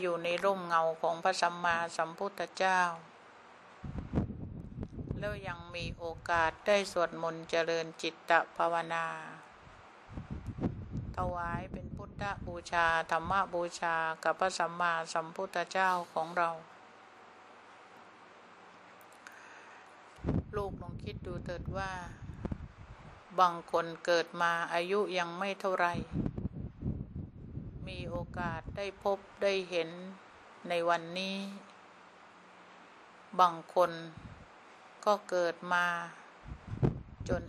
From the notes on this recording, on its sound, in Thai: เสียงอัดธรรมมะจากเครื่องบันทึกเสียงของคุณแม่.